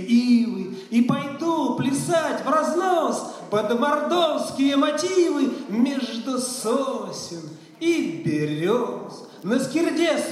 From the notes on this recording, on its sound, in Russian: В санатории ВОС «Солнечный берег» в Геленджике прошёл Физкультурно-оздоровительный фестиваль «Сильные духом!». Аудиозаписи выступлений участников церемонии закрытия фестиваля и некоторых номеров концертной программы.